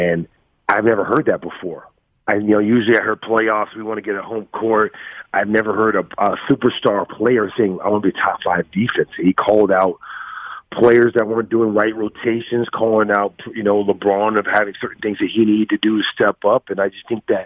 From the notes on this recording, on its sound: called